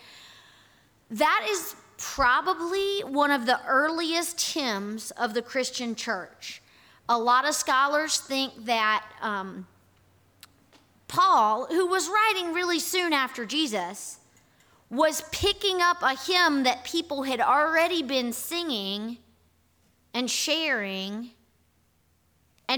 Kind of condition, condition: setting, large echoing room